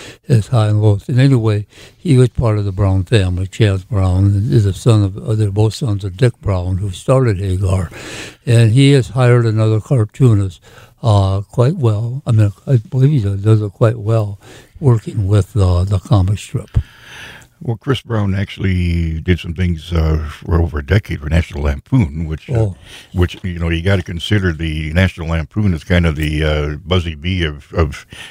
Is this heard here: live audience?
no